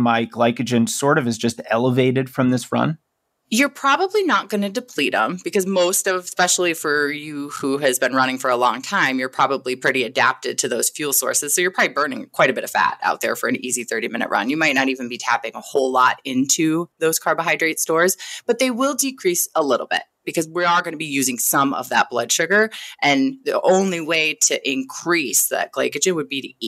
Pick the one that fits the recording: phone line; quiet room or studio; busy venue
quiet room or studio